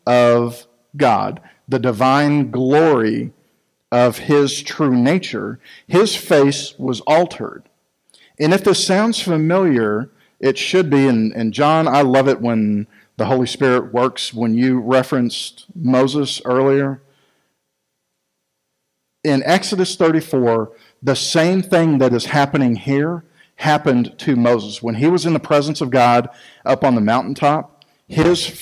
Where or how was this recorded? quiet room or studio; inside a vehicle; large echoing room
large echoing room